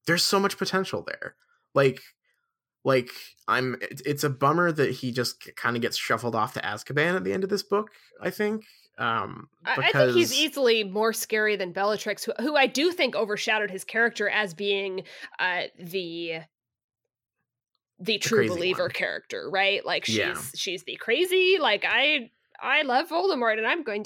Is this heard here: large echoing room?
no